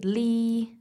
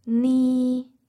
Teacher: lots of young people say li, so they replace the N with the L. · Shown in: first take